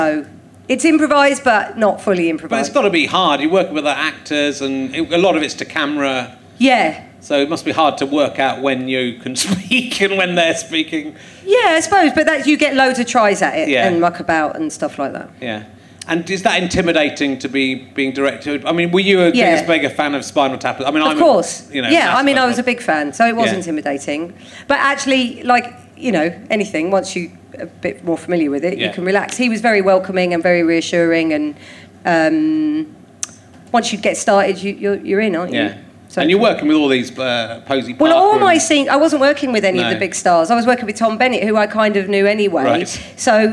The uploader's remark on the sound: Leicester Square Theatre Podcast